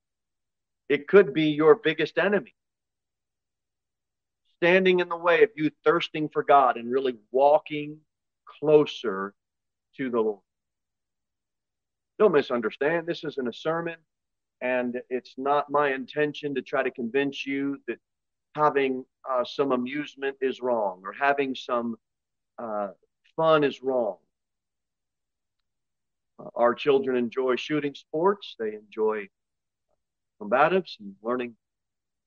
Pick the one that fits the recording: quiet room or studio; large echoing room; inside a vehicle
large echoing room